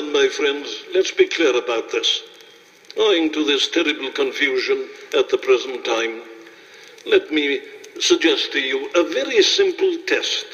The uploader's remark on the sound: Preached this sermon at a Baptist Church in Ohio. It was broadcasted on radio and made into an album.